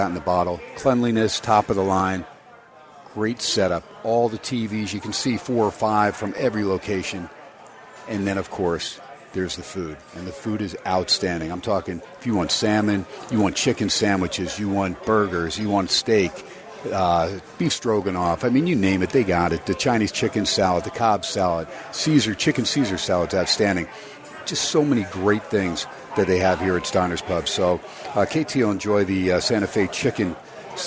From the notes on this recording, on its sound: "Live" from #SteinersPub #LasVegas. As heard on 101.5 FM K-DAWN & streamed across the #worldwide #Audacy App!